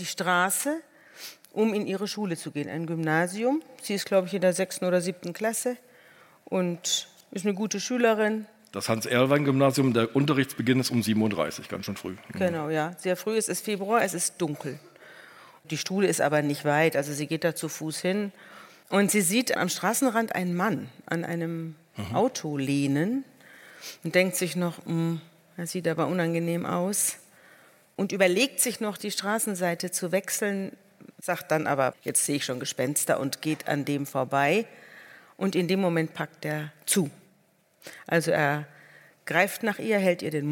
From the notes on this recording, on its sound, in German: vor Livepublikum im Hamburger Schauspielhaus